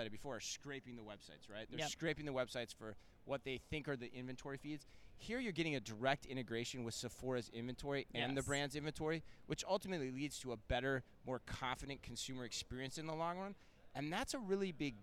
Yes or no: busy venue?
yes